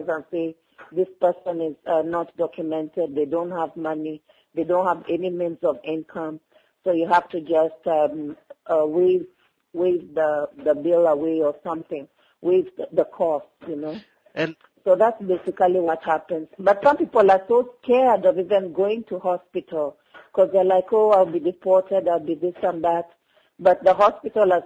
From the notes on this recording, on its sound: When I got on the phone with guest columnist. This podcast was recorded a long time ago, when I got on the phone with guest columnist and African Bulletin writer.